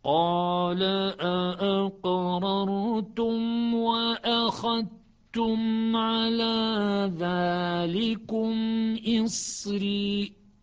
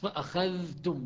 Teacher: أولا في سورة آل عمران قال أأقررتم وأخذتم على ذلكم إصري، شعبة يقرأ أخذتم بإدغام الذال بالتاء، شعبة يقرأ أحسنتم أخذتم بإدغام الذال الساكنة بالتاء المضمومة فتصبح تاء واحدة مشددة مضمومة · Shown in: first take